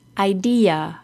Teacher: we add a very quick Y sound between the vowels. · Term: little Y sound